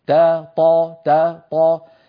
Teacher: التاء والطاء من المخرج نفسه